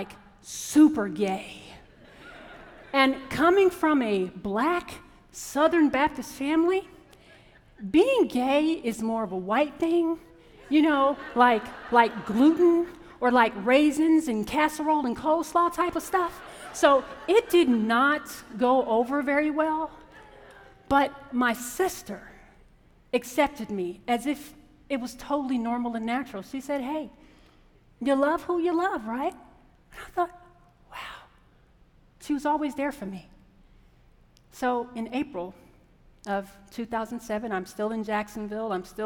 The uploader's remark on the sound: A WJCT Public Media and Florida Threatre Production. This episode, recorded live at the iconic Florida Theatre.